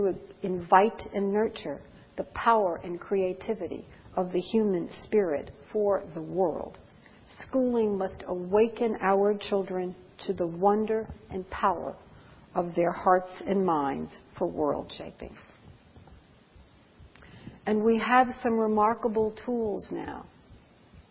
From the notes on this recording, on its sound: Presented 19 March 2007 at the ASCD (Association for Supervision and Curriculum Development) 2007 Annual Conference in Anaheim, California